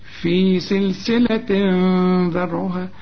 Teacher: في سلسلة تنوين، وبعده ذال، الذال من حروف الإخفاء، عاوزين غنة